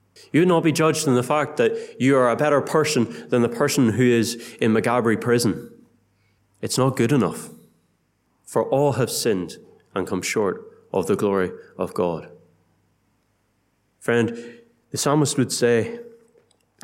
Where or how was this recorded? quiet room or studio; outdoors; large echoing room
large echoing room